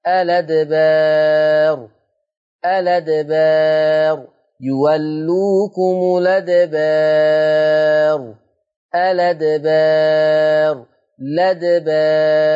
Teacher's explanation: الأدبار أيضا فيه النقل فتصبح اللام مفتوحة فتقرأ الأدبار